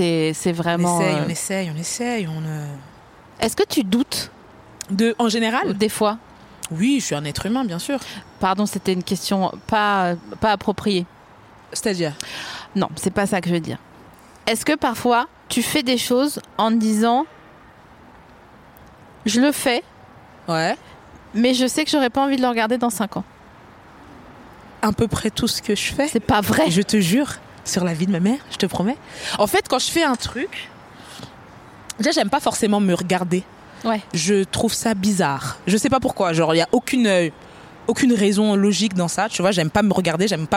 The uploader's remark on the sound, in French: Produit par Binge Audio. Enregistré le 27 août 2020 à la Villette.